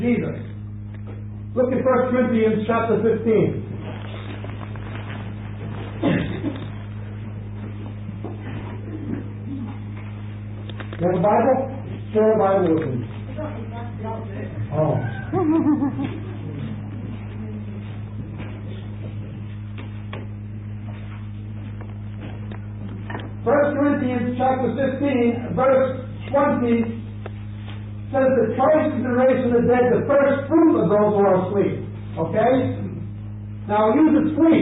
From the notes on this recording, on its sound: We apologize for the sound quality of this recording.